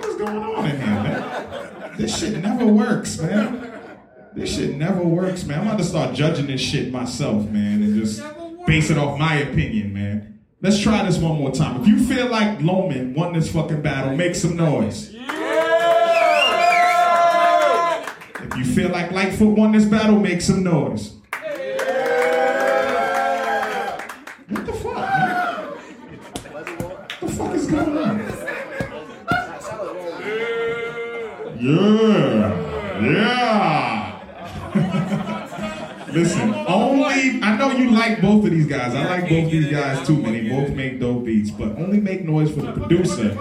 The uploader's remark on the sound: Beat Club Podcast Live: Allston, MA (Dec 2018). We had an opportunity to take a trip to Allston, MA where we got a chance to hear some amazing producers and battles.